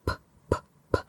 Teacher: You can't hear your throat vibrate when you say that P sound.